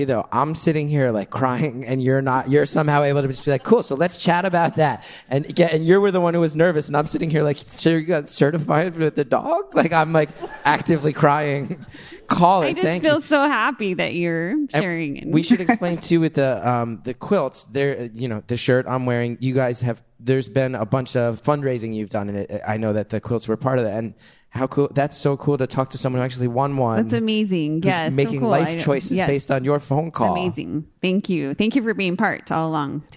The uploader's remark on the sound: Today’s bonus episode was recorded live back in May at Beautiful/Cononymous. This episode was recorded during the Beautiful/Cononymous waffle brunch, which was a fundraiser for Make-a-Wish Oregon.